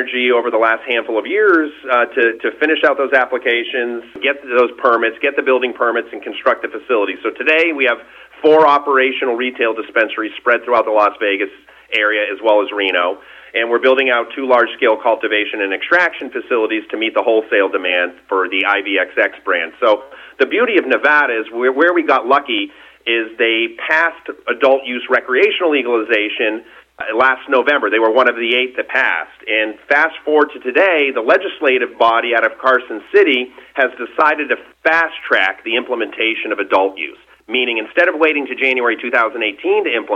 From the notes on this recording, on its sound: called in to SmallCapVoice